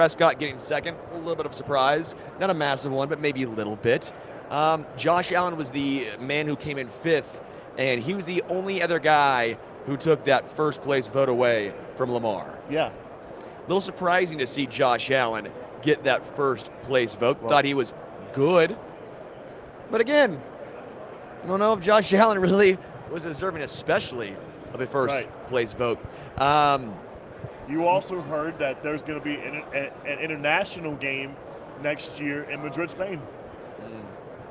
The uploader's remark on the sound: Live from Super Bowl LVIII